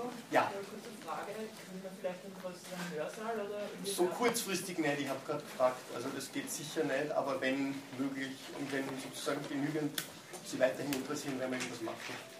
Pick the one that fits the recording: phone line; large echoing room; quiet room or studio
large echoing room